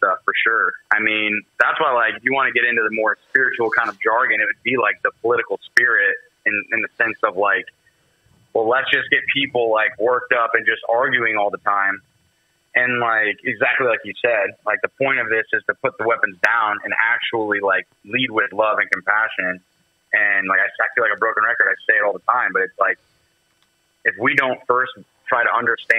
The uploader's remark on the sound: calling in from Mexico, so the overall audio sounds a little different in this episode